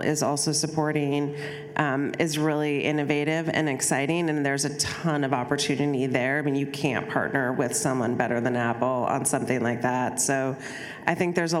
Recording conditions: live audience